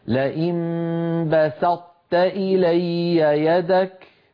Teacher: فأطبقت لساني على طاء غير مقلقلة وجافيته عن تاء مرققة · Term: إلا صفة الإطباق